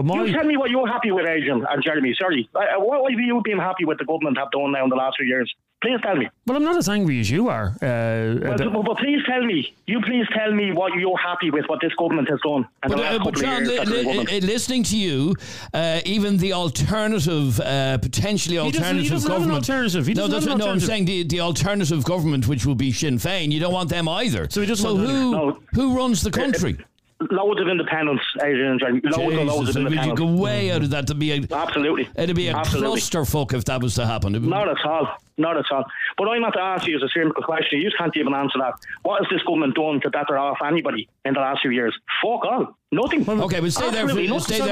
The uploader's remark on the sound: On this episode we heard from lots of callers defending this weeks 'far right protest' outside Leinster House.